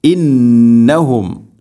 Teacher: മുൻഫസിൽ നാലോ അഞ്ചോ ഹറക്കത്ത് വരെ നീട്ടാവുന്ന മദ് ഇന്നഹും. നൂന്ന് ശബ്ദുണ്ട്, മണിക്കണം. · Term: മദ് മുൻഫസിലാണ്